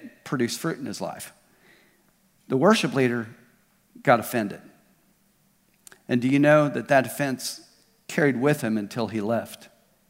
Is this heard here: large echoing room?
yes